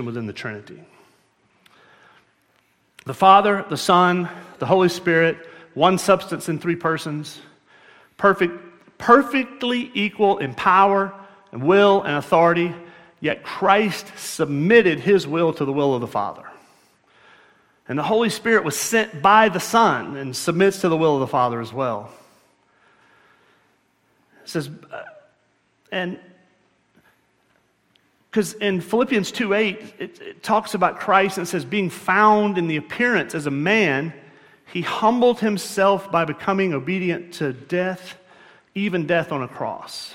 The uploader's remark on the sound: at Murrieta Valley Church in Murrieta, California